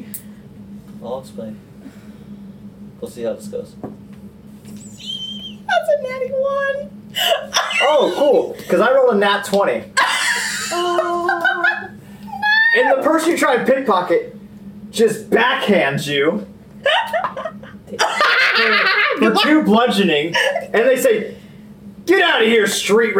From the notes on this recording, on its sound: Please bear with us on the audio for these first couple of episodes as the audio quality gets much better as we adjusted our approach to recording these episodes.